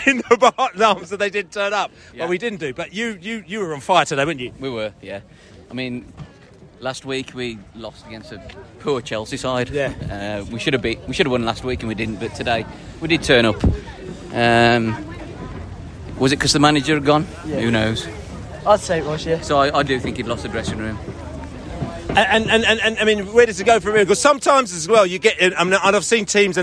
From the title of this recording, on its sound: post-match podcast from the stands